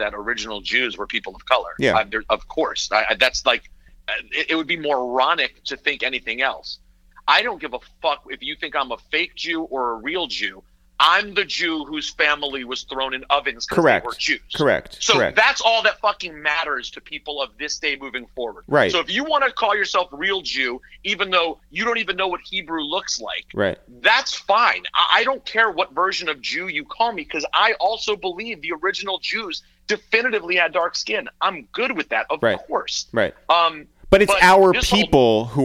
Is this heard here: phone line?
yes